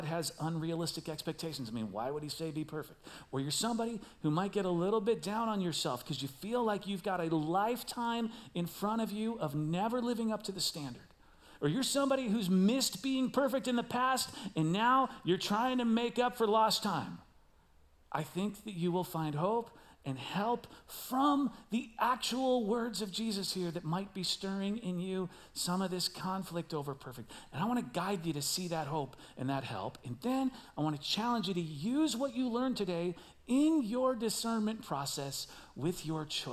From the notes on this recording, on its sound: Recorded live at CrossWinds Church.